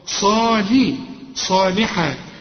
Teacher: هنا الصاد مفخمه واللام مرققه